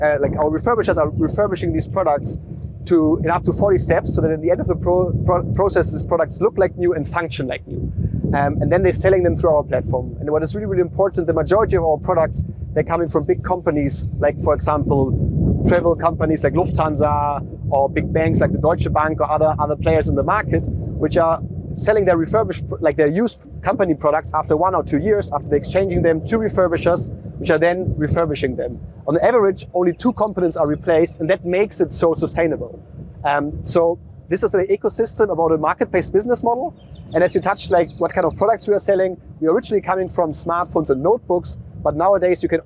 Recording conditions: outdoors